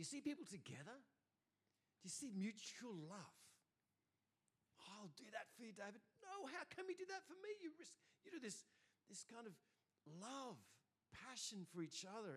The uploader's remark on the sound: First preached in C3 Bathurst on 20 August 2023.